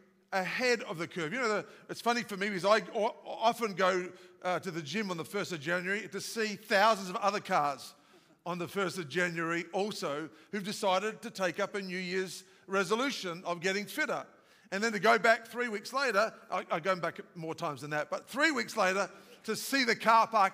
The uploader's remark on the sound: live from our 10am service at our Alpharetta campus on Sunday, November 27th